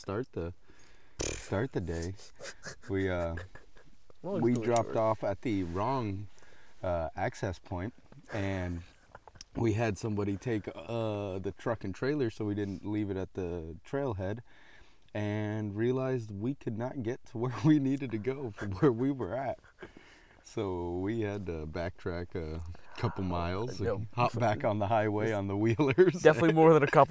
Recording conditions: outdoors